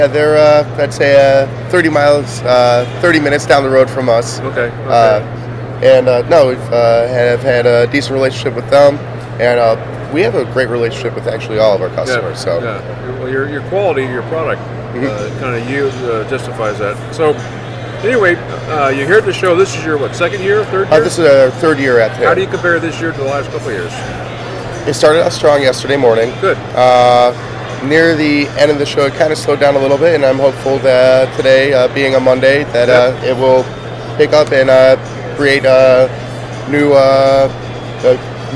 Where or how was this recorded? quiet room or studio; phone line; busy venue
busy venue